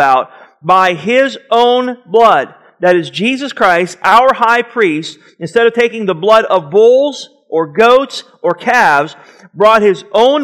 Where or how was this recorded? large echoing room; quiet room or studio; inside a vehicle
large echoing room